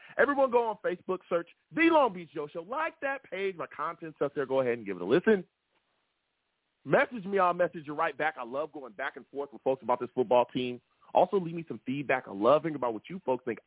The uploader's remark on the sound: Live immediately after the Jets game against the Bills, I sat down and discussed the game! The callers went crazy on this show and the takes were flying! I take live callers!